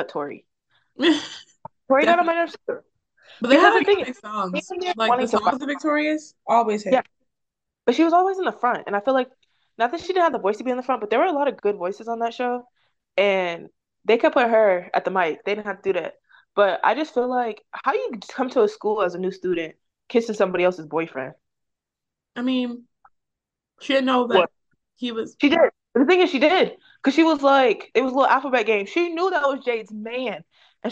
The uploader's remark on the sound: We're remote again this episode so if it sounds weird bear with us